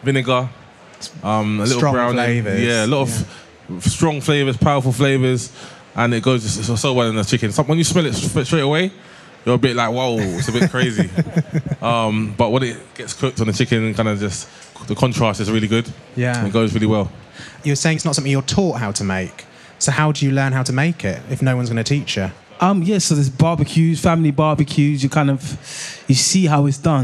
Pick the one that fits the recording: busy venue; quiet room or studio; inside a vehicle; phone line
busy venue